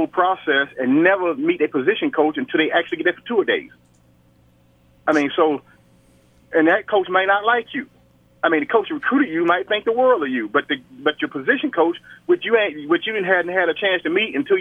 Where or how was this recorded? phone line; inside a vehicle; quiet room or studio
phone line